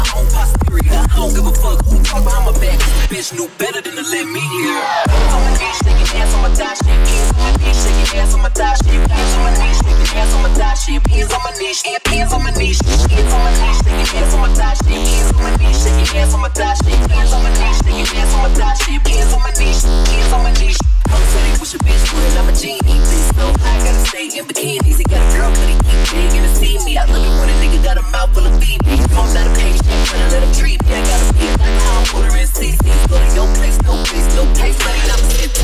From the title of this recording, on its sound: Live at Tupperware, Queen of Hearts Stage, 2023